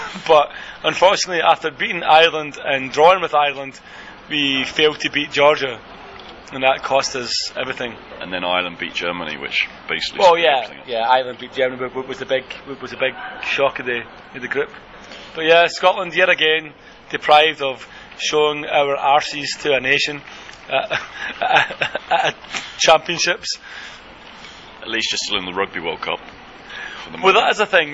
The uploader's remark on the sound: The boys obtain free tickets for the Korea v D'ja make 'er and record live from Sangam of their own accord.